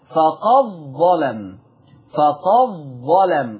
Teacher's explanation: فقد ظلم تضغم الدال في الضاء · دخلت الدال في الضاء فبقت الضاء مشدده · Term: ادغام